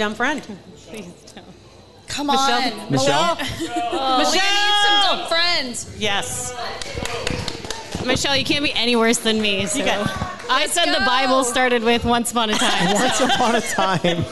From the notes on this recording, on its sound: Joined us LIVE at Hail Varsity Club on Thursday! It was a sold out show and it was so much fun!